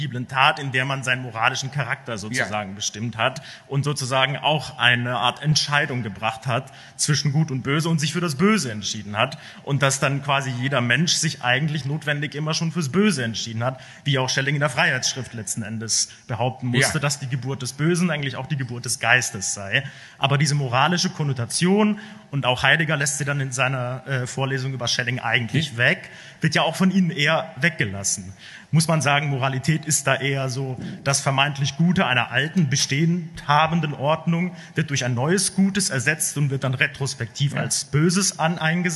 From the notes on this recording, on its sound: Inauguration of the Käte Hamburger Centre for Apocalyptic and Post-Apocalyptic Studies on 14 October 2021 with the Inaugural Lecture